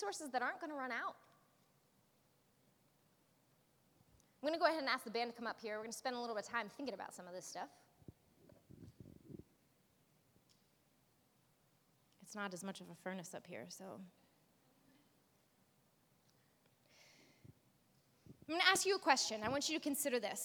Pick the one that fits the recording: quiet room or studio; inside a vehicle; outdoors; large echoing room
large echoing room